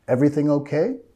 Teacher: queremos subir de entonación al final de la pregunta para mostrar que es una pregunta